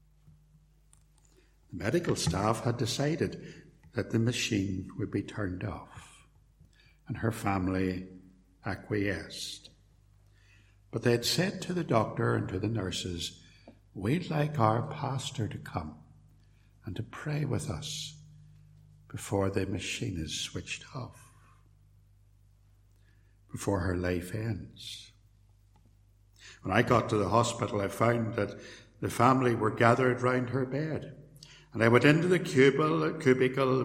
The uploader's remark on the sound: Sermon preached at Templepatrick Reformed Church